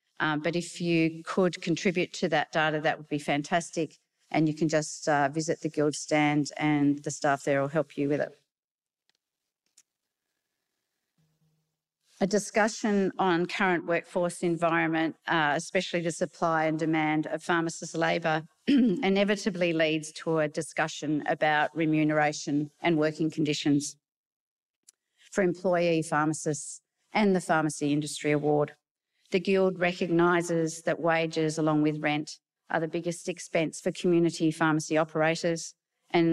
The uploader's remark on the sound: A session that was held at the Australian Pharmacy Professionals’ conference at the Gold Coast.